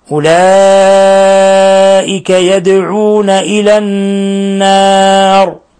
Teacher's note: لاتصال الهمزة بحرف المد في نفس الكلمة أولئك يدعون إلى النار دال ساكنة قلقلت أو تقلقل لأنها من حروف قطب جد